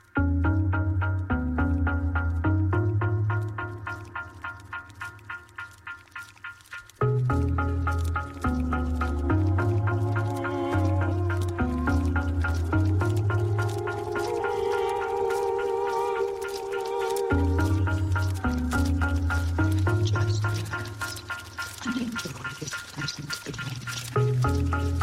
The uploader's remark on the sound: a recording from my philosophy seminar that took place at an outdoor rave festival